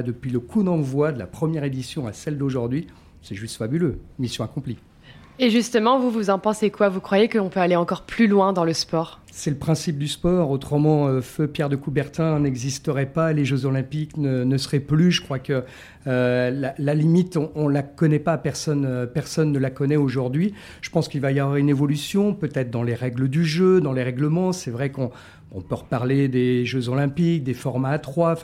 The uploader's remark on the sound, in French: À la découverte de l'Hubside Jumping de Grimaud. Je vous emmène vivre grâce à la magie de l’audio ce week-end de compétitions 3.